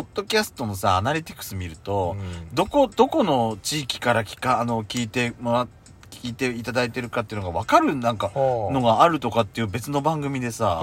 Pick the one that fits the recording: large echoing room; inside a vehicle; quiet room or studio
inside a vehicle